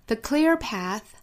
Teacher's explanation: a 之间连读 On a quest The clear path 在美音之中这个词读 clear 很多同学会把 cl 这个辅音连缀读成 cl 这个词呢读成 clear 这是错误发音一定要注意 k 和舌侧音 l 之间是不能拖出其他的元音来的 · Term: 爆破音和舌侧音的辅音连缀